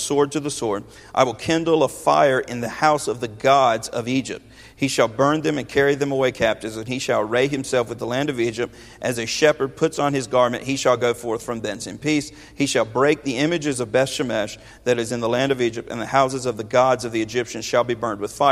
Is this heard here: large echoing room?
yes